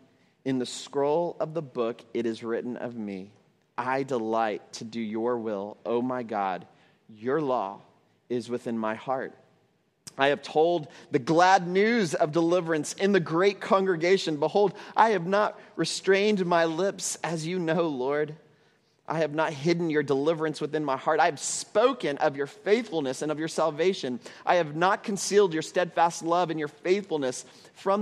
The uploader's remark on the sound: at Trinity Church, Puerto Rico